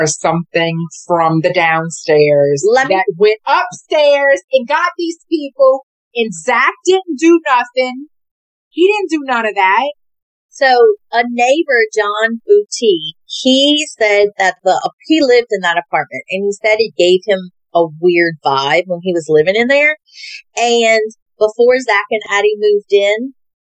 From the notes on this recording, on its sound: Excuse the audio, first timers here